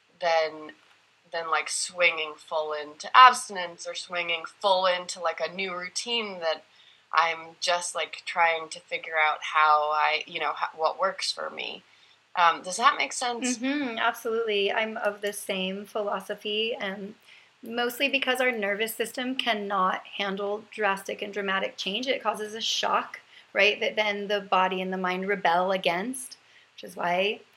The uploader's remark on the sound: I sit down for a Zoom convo.